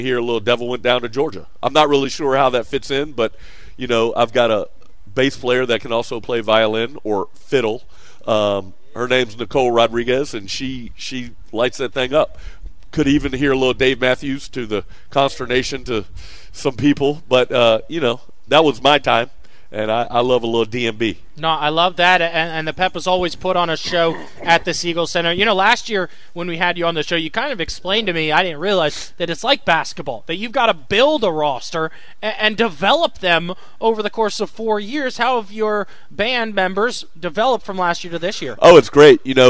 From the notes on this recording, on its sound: broadcasted live from the VCU campus